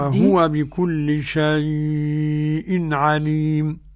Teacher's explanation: قرأ ورش بتوسط اللين ومده. نستمع إلى توسط اللين ومده.